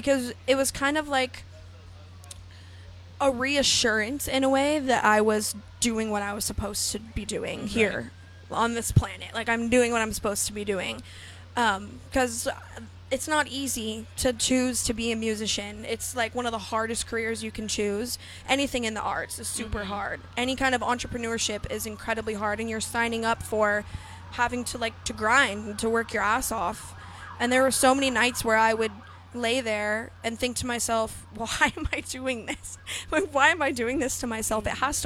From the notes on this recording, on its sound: The MIX is live backstage at Lollapalooza 2022!